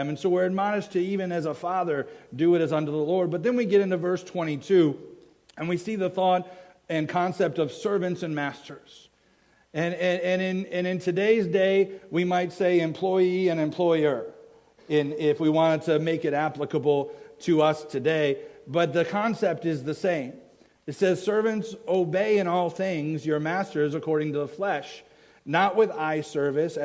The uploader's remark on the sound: a message i preached at my home church, Faith Baptist Church in Chelsea, MI